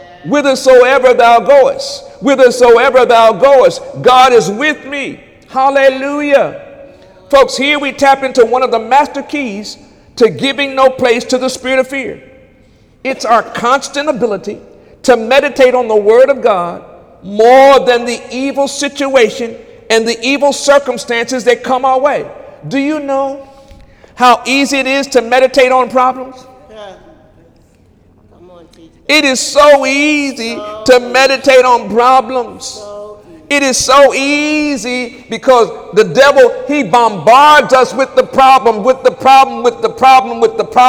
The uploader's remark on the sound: During Wednesday night service on November 8, 2017